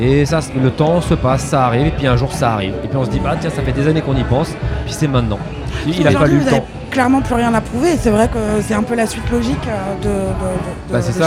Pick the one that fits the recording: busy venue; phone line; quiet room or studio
busy venue